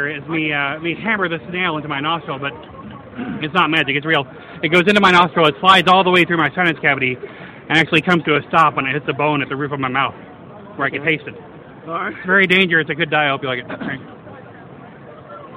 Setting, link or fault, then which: setting, busy venue